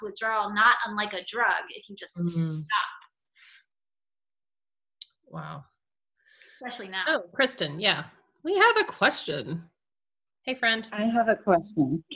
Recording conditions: video call